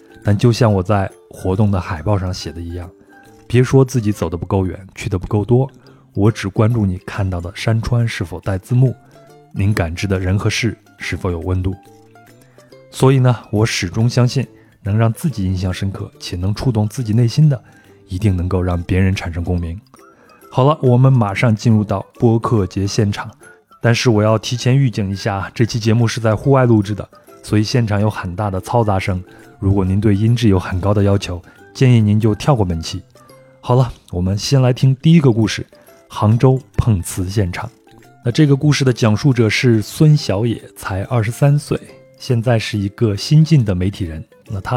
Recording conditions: outdoors